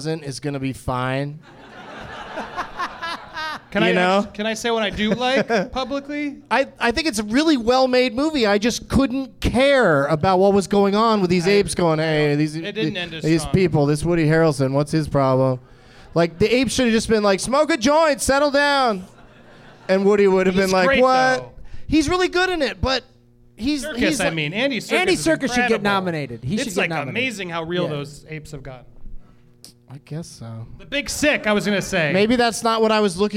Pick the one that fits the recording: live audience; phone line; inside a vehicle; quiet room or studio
live audience